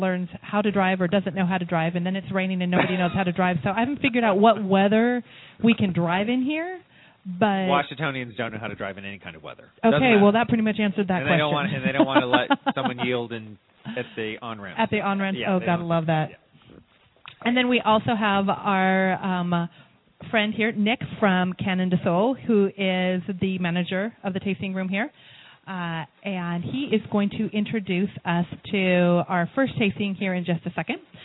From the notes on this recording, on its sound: broadcasts live from Canon De Sol Winery!